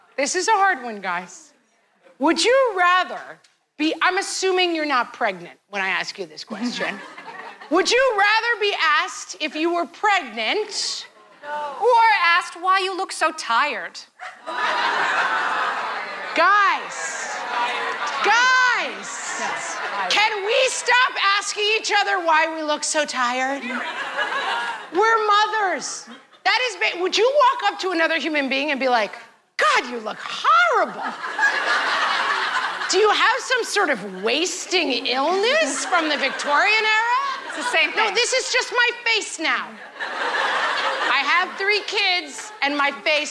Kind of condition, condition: setting, live audience